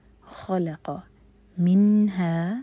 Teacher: نون کو کلیئر پڑھیں گے، یہاں پر ہم اظہار کر رہے ہیں تو نون کو ہولڈ نہیں کیا جائے گا اور نہ ہی اس کی آواز کو چھپایا جائے گا.